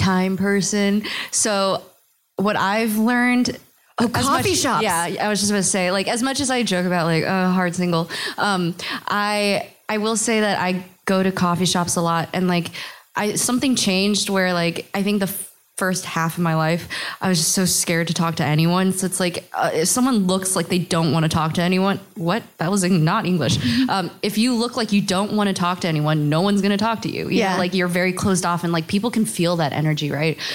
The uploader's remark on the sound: Live in Pittsburgh! A live show hosted by the Filipino Students Association at the University of Pittsburgh.